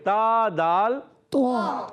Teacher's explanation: زبان کا سرا اوپر کے دانتوں کی جڑوں سے، اوپر کی دانتوں کی جڑوں سے.